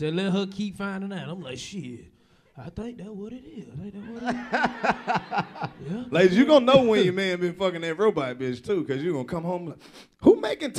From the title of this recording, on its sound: The 85 South Show Live In Cashvile